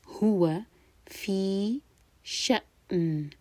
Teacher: حمزہ پر cut off sound اور پھر نون کو ساکن کریں گے